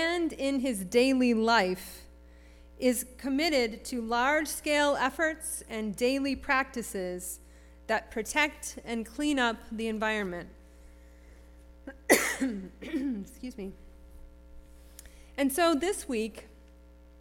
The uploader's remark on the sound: Sermon preached at RCHP on April 23, 2023.